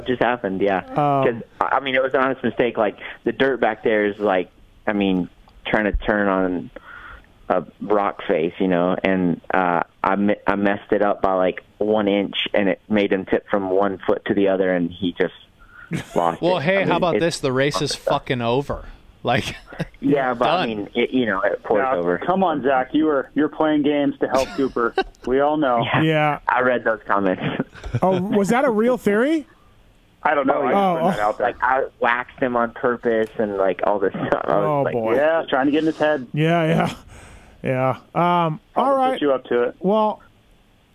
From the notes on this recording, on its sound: On the line. Calls. Are in studio.